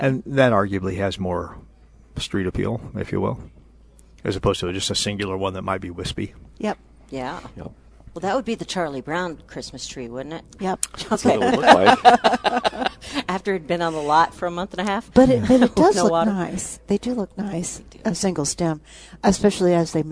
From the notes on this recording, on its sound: Live at Prairie Gardens.